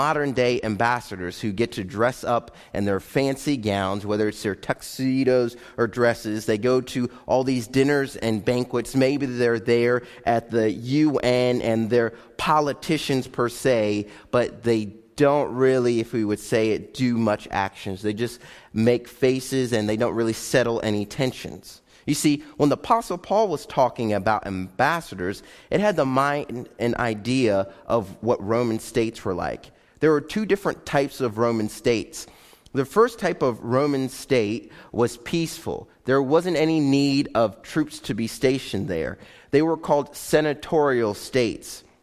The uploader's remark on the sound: Live Broadcast of Faith Baptist Church